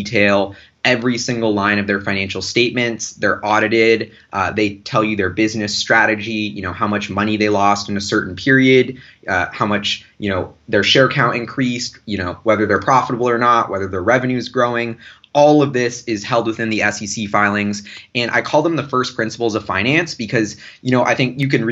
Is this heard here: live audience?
no